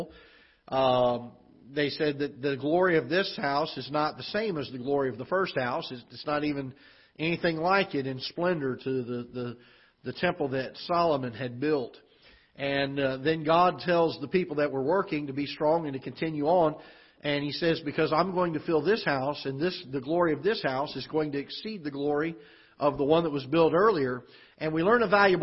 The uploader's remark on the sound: Ketha Heights Baptist Church ~ Live Broadcast